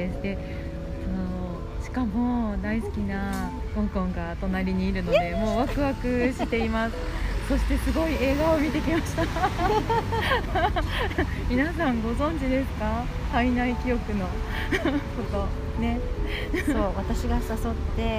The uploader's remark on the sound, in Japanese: 国立駅の緑豊かな環境の木陰の下、配信を試みました。交通の雑音がバックにちょっと多めですが。